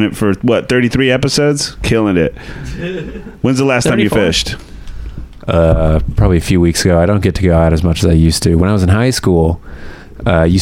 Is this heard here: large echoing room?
no